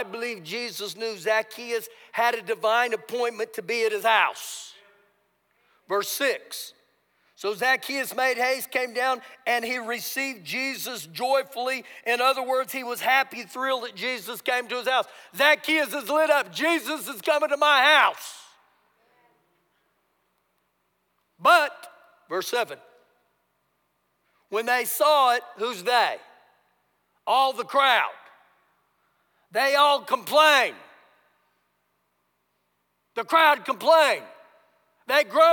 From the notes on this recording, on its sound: Recorded live during our Sunday service